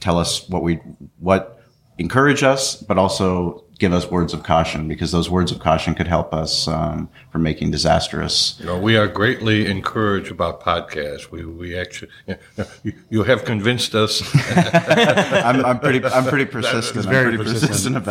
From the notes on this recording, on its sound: This podcast was recorded at the River Ranch Stockyards during the National Barbecue & Grilling Association’s #IAMBBQ2018 National Trade Show and Conference in Fort Worth, Texas.